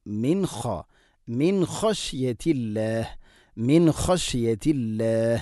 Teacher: സാക്കിന നൂനു ശേഷം ഖ ആണ്, നൂനിനെ ഇദ്ഹാർ ചെയ്യണം, വെളിവാക്കി ഉച്ചരിക്കണം